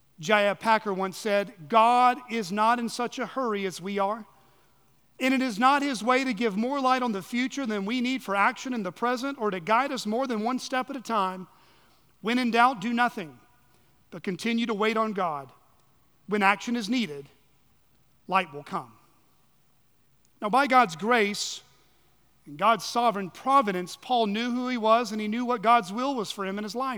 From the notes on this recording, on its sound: on the morning of September 3, 2023, at Chaffee Crossing Baptist Church in Barling, AR.